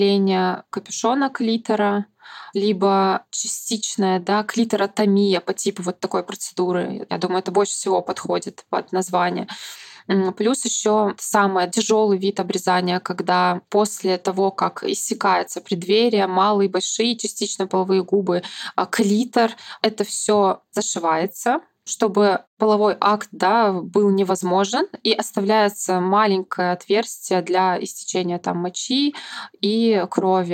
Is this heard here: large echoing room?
no